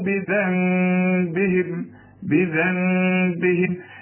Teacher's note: بيقول لك لو سمحت اقلب النون لميم وبعدين اخفيها، يعني ما تضمش شفايفك، يعني لو سمحت اقلبها لميم وبعدين ما هياش ميم كاملة خلاص، وتقفل فيها شفايفك، يحصل انصراف في الشفايف.